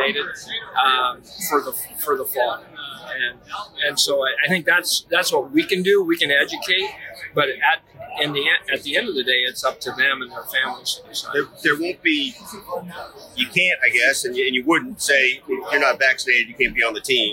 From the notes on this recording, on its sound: You’ll hear background noise during the interview, even a server asking if we needed drinks.